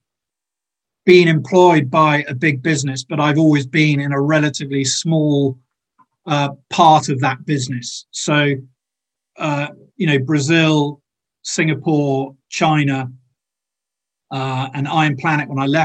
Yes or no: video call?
yes